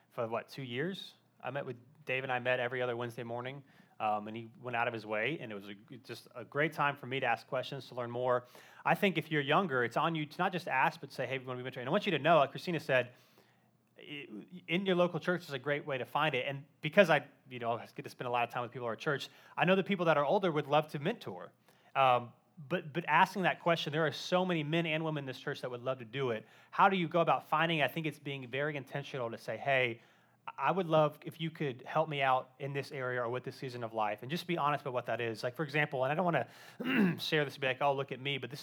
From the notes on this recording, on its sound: Live Q & A Sunday: 1st Service